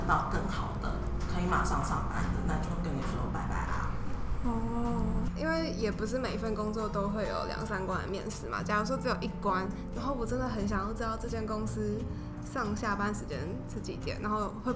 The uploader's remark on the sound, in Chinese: 錄製時天氣下雨打雷，很抱歉真的修不掉，請大家幫忙自動過濾背景音。